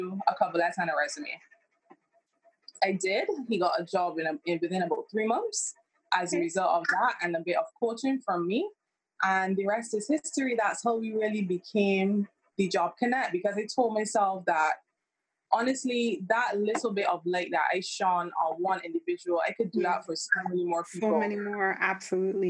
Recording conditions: poor sound quality